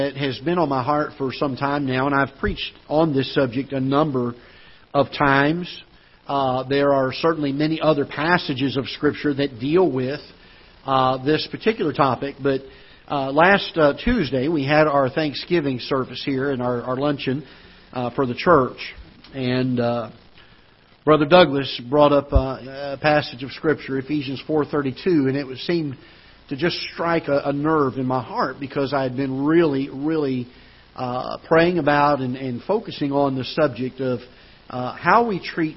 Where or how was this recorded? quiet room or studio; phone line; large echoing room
large echoing room